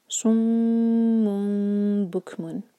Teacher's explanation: मीम पर दोमा की तनवीन थी, लेकिन क्योंकि नेक्स्ट वर्ड जो है बा से शुरू हो रहा है तो नून का साउंड जो है मीम में चेंज हो गया, ये है इकलाब